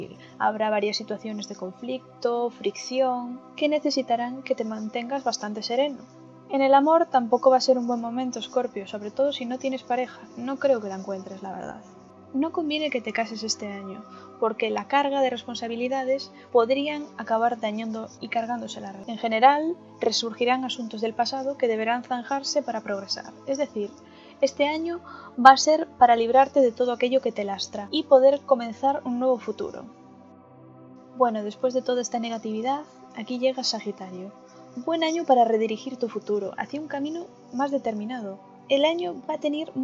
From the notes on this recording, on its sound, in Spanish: Disculpen si se oye ruido de fondo, era mi primerito día, no volverá pasar.